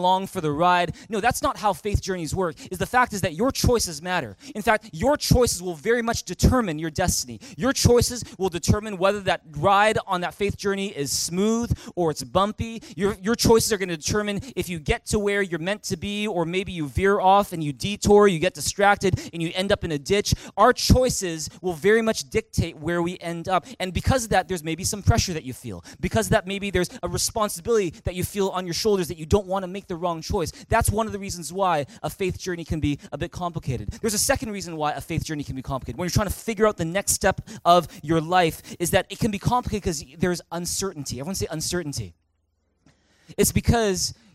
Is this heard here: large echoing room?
yes